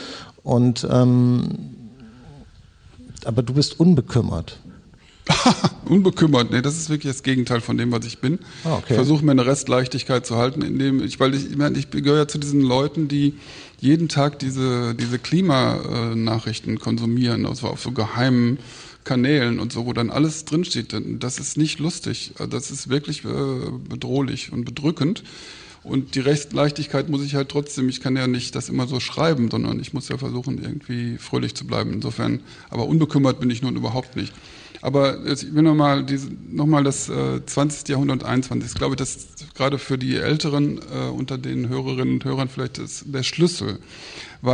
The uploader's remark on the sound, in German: im Rahmen von „2 um 8 – der radioeins- und Freitag-Salon“ am Berliner Ensemble aufgezeichnet